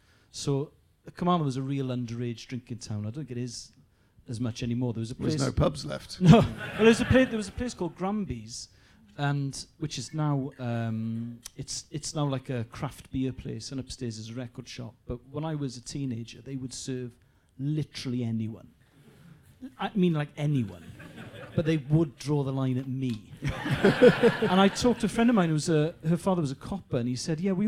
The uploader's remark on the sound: In front of an ACTUAL live audience.